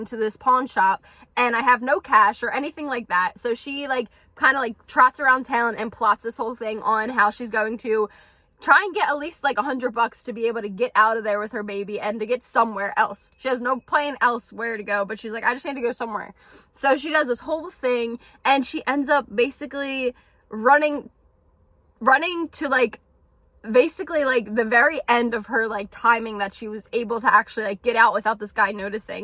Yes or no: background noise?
yes